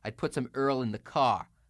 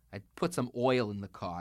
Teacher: just do a heavy New York resonance on the oi sound · Shown in: second take